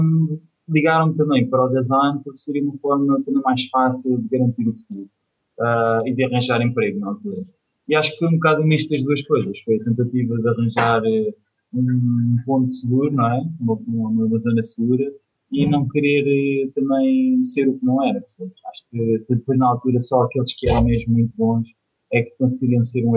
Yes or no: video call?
yes